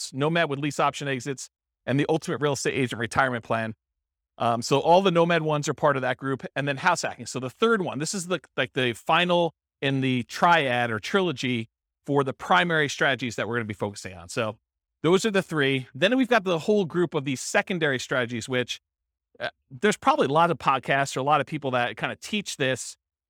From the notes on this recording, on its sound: This was a live class recorded